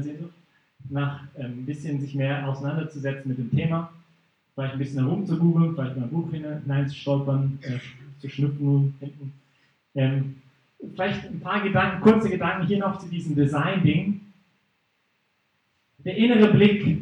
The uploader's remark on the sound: Teil des Vortrags in Brig-Glis (CH)